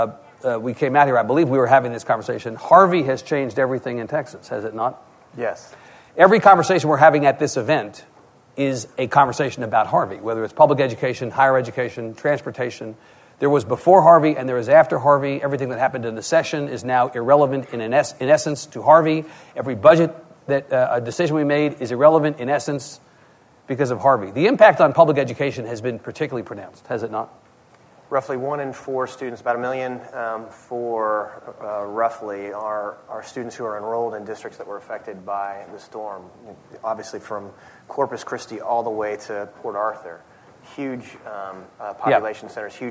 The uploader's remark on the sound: At The Texas Tribune Festival.